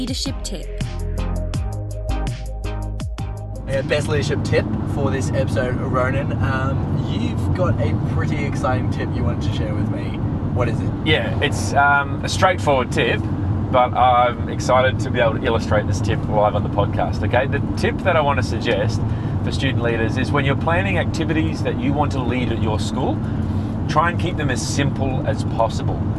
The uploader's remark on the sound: Recorded live in the car during a long drive to Mildura.